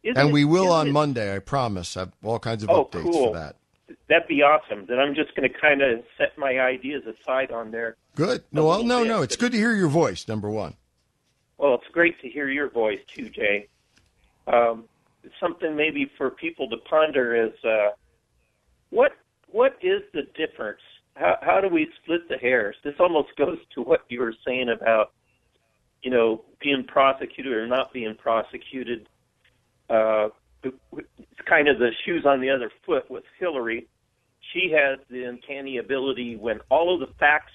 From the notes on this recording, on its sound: All that plus your phone calls